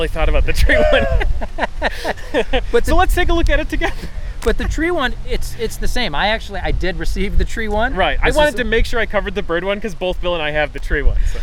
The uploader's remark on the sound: This episode was recorded on September 26, 2021 at Birdsong Park in Orchard Park, NY